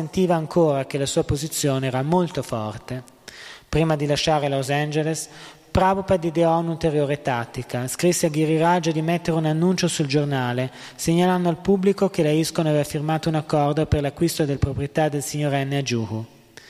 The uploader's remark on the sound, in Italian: in diretta dal Tempio di Villa Vrindavana